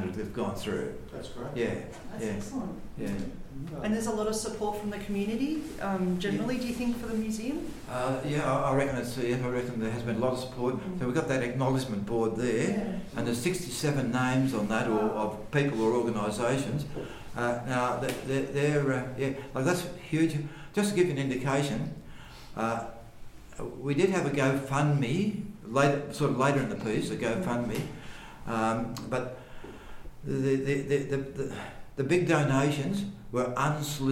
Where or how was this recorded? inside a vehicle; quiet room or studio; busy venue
busy venue